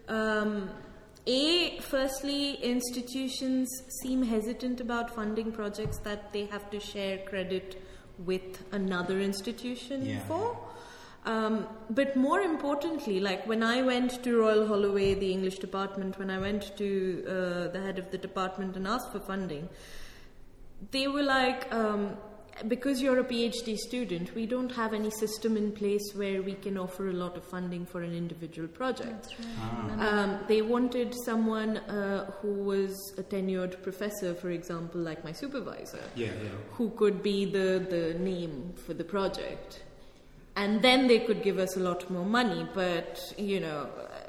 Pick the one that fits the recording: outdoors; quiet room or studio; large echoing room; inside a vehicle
large echoing room